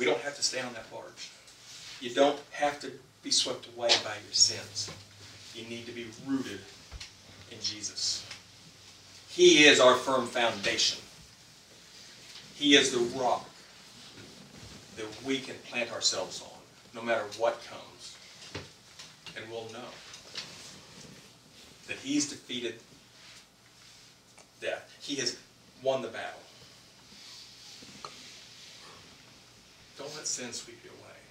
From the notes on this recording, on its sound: This week's message suffered from sound issues that are resolved in future episodes.